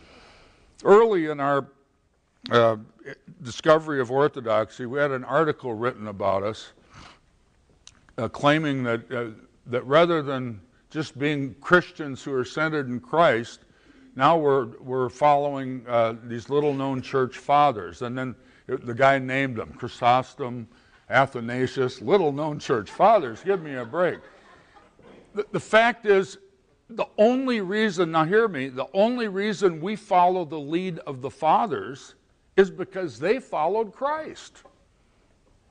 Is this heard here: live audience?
yes